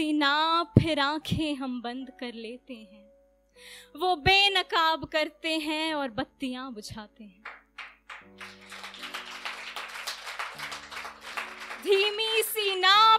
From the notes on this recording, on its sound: the podcast that brings you the best audio performances from our weekly poetry events